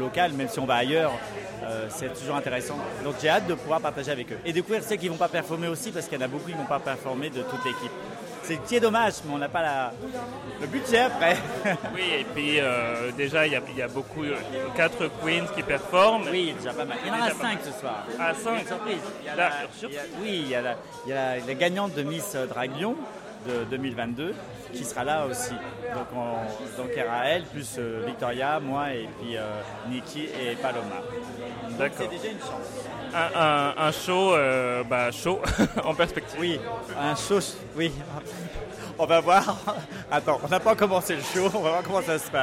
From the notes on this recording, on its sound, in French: durant l'after party de Drag Race Live à Lyon